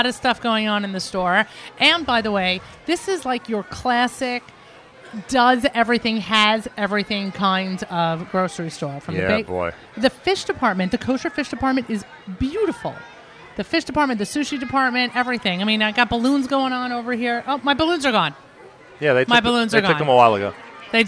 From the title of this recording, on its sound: Live Remote Alert! Manischewitz Presents the Nachum Segal Network Live from the 3rd Annual Taste of Kosher Foo